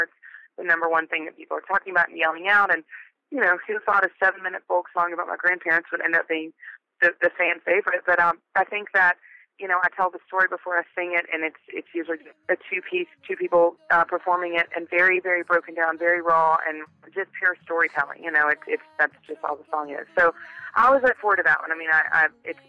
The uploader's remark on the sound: We caught up with her over the phone